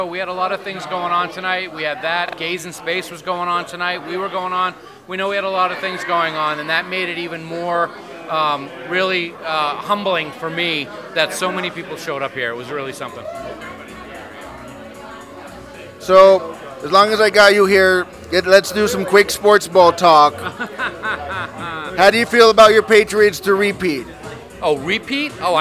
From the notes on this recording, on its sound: Inside the Rio a lot of Trek and Non Trek talk. Then we venture outside for the First ever Fansets Party hosted by The Trekgeeks podcast at The Other Room at the Forum Shops at Caesers Palace. This is the only place where you will hear exclusive audio from that event.